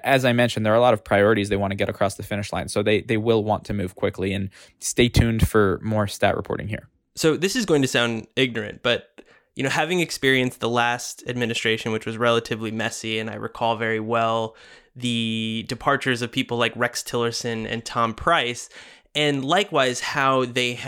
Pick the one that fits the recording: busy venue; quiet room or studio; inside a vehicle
quiet room or studio